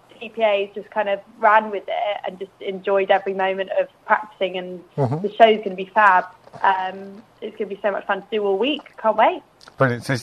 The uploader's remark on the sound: joined on the phone